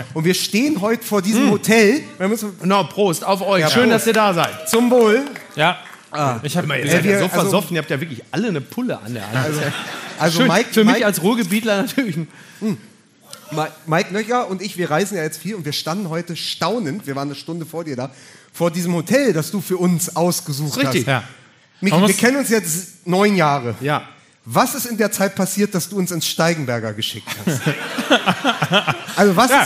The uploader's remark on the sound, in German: LIVE AUS DÜSSELDORF. Unser Live-Auftritt vom 16. Aus dem Savoy-Theater in Düsseldorf.